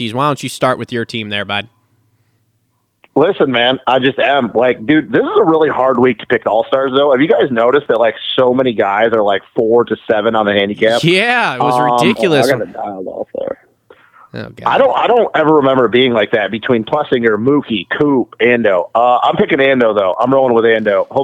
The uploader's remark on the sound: get on the phone to talk